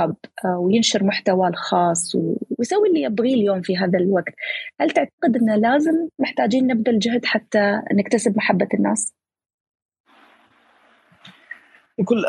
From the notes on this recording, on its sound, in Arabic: تسجيل لمساحة ابن رشد الأسبوعية على منصة تويتر